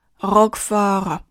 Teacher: 开头的小舌音需要尽力地颤动或者摩擦 · IPA: [rɔkfɔr]